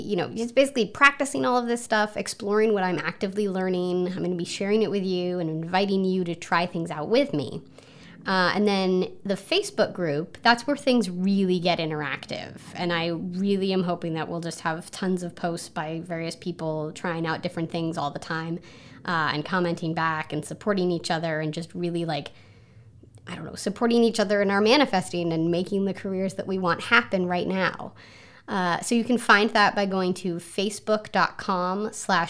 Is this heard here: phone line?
no